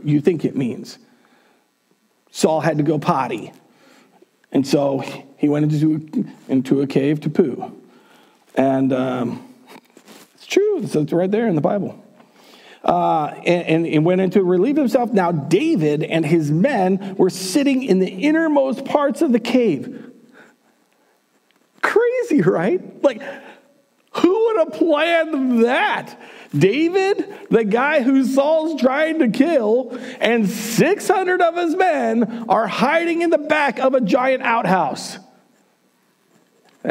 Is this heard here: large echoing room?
yes